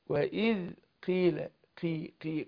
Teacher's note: ما ينفعش اقول قيلة او كيلة بالكاف، هي بين الاتنين، واذ قيلة قي قاف اهي، بس بتاخد ادنى درجات الايه التفخيم. · Term: ادنى درجات التفخيم